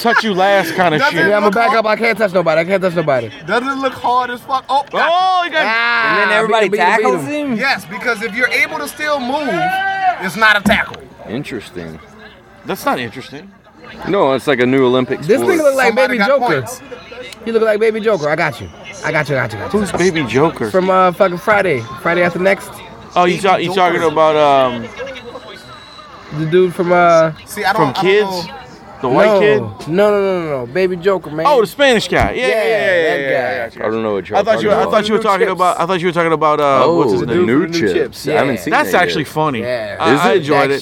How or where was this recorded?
busy venue